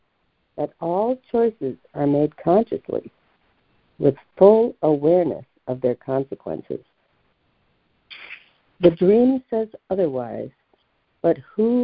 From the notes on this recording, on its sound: ACIM Daily Conference Call.